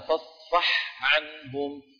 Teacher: حاء ساكنة بعدها عين، وكلاهما من وسط الحلق لكنهما في وسط الحلق مرتبان، العين فالحاء.